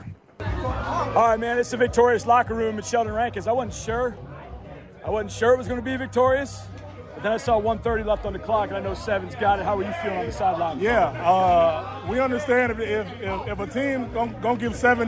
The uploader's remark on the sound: audio from the locker room